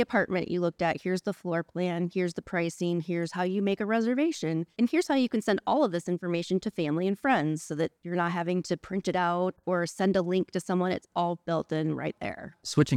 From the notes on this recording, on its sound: This episode was recorded at SMASH Sales and Marketing Summit 2023.